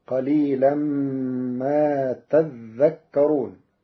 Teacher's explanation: قرأ ورش كلمة تذكرون بتشديد الذال فتصير قليلا ما تذكرون، وفأصلها تتذكرون فأبدلت الثانية ذالا ثم أدغمت في الذال